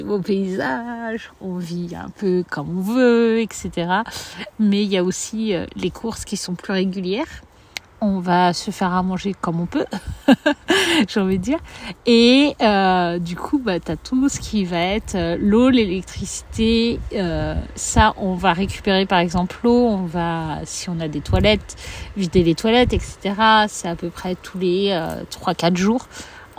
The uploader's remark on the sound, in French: L’épisode a été enregistré dans la forêt de Janas.